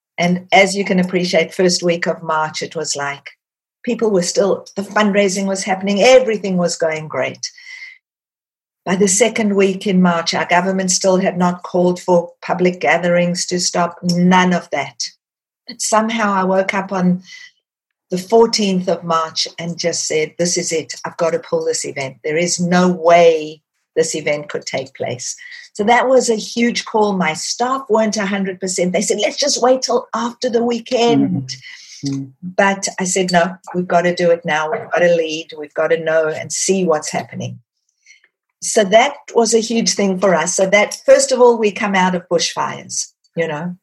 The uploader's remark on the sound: There was everything from beaming smiles to wet cheeks in the Zoom room this week